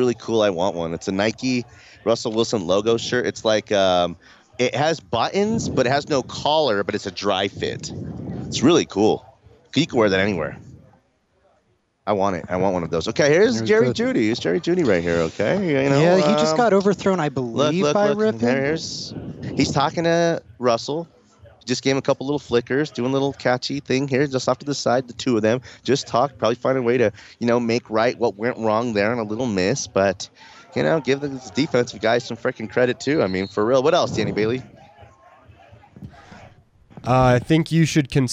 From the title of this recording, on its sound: LIVE from Training Camp